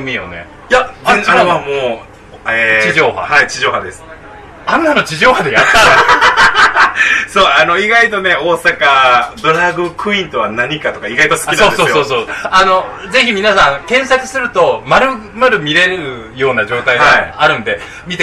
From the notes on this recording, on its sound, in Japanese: 2022年7月24日に新宿二丁目ALAMAS CAFEにて公開収録したものを編集しております。途中、会場の都合上、製氷機の音やお客様の声が入っております。機材マイクの関係で音量にバラつきやハウリングがある箇所がございます。